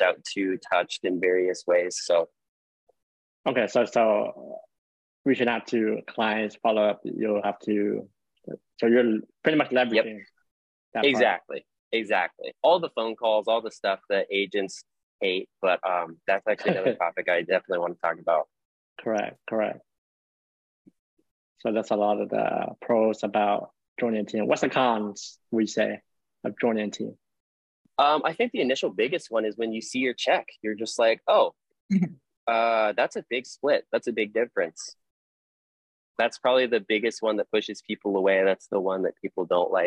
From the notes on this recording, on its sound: With eXp Realty out of California and we recorded a live webinar. Link to my equipment: Microphone - Phone Tripod.